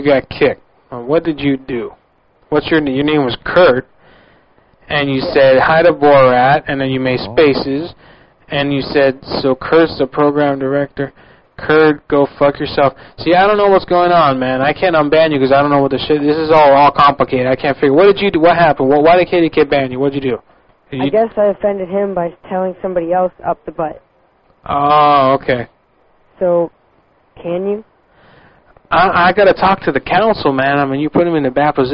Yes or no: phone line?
yes